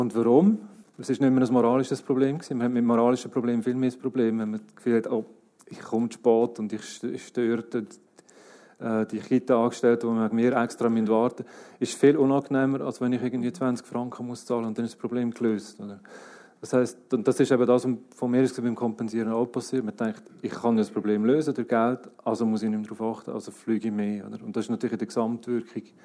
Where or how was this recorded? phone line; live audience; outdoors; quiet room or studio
live audience